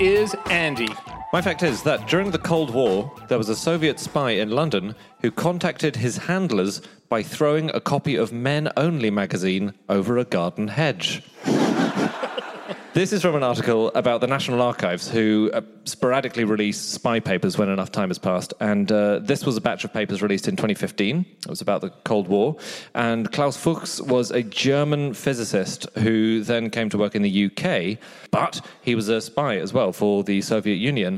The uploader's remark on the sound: Live from Tunbridge Wells.